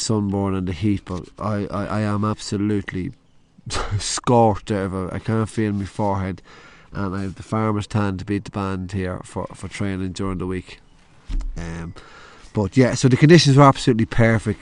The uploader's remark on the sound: outside recording